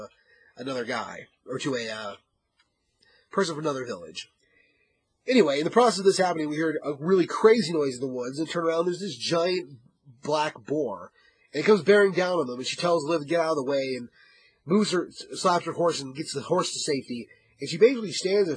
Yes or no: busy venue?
no